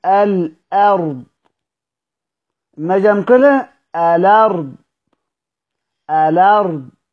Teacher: لأنه باقي فيه حركة الهمزة، قال لأن فيه بقاء الحركة، يعني مثلا كلمة الأرض ما جمكلة الأرض، الأرض. اللام خدت حركة الهمزة · Term: الحذف بعد النقل